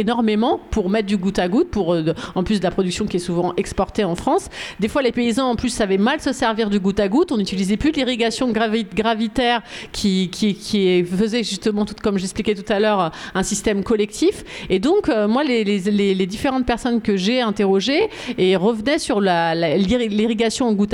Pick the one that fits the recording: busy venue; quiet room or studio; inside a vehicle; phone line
busy venue